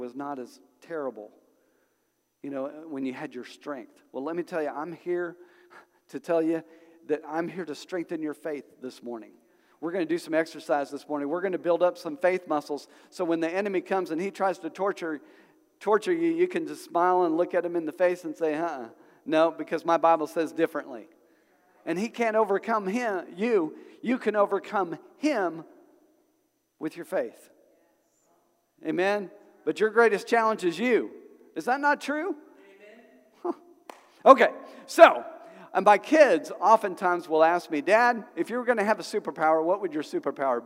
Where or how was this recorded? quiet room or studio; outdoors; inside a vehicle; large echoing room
large echoing room